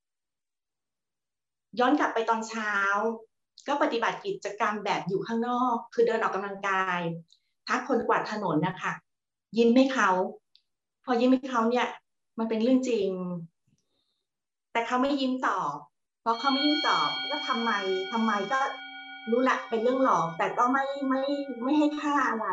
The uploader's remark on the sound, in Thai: คอร์สออนไลน์ (ผ่านโปรแกรม Zoom)